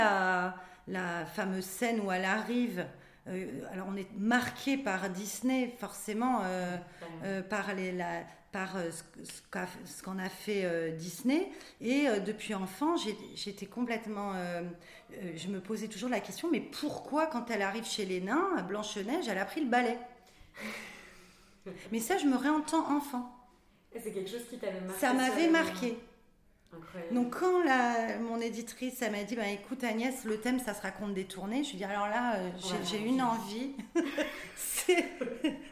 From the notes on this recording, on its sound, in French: C'est dans son théâtre à Avignon que nous nous sommes retrouvées pour enregistrer cet épisode